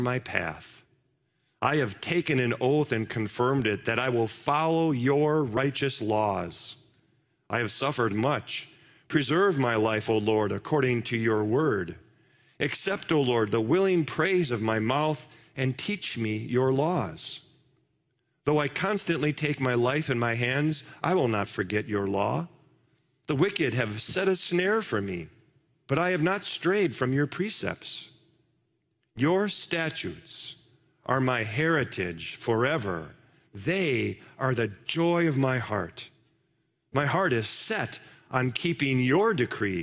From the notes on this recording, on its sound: Live from our Celebration Ministry Center